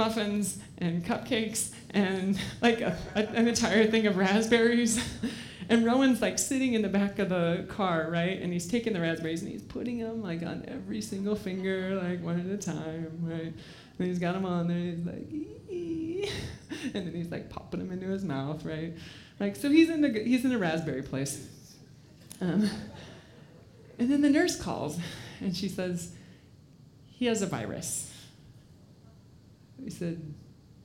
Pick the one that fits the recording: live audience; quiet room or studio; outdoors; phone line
live audience